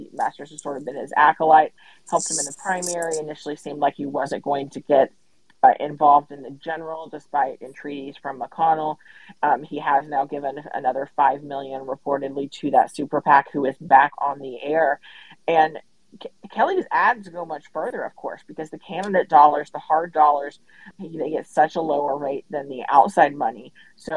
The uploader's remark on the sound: This conversation was recorded via Twitter Spaces